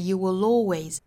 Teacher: will 和 always 之间是会带出一个小小的舌侧音，就是 lightL， you will alwaysstay。所以读的时候呢我们要注意是 you will always 而不是 you willalways，所以在读这个地方的时候大家注意带出来这个小小的 l 的发音， you